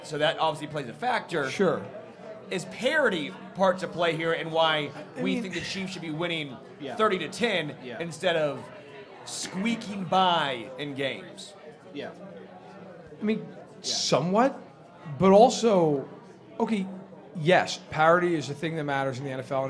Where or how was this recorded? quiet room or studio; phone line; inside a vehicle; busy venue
busy venue